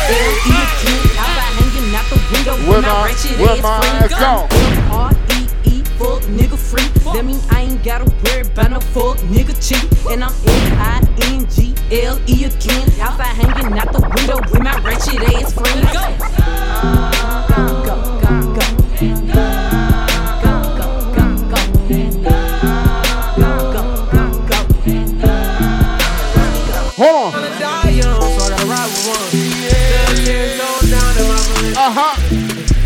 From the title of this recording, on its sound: BALLER MONDAYS TORONTO -LIVE AUDIO